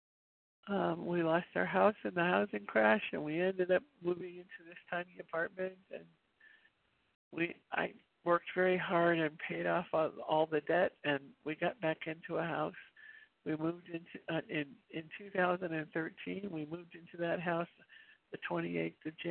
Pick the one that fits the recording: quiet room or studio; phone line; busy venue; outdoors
phone line